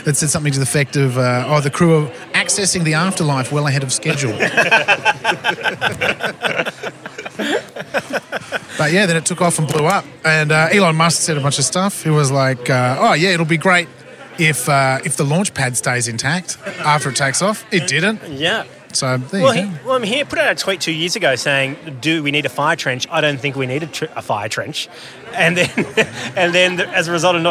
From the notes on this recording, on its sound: To celebrate the start of the Sydney Comedy Festival we put the RØDECaster Pro II in a duffle bag and headed to the Factory Theatre courtyard. One of the only arts venues in Sydney which boasts a commercial airliner flying overhead every 10 minutes.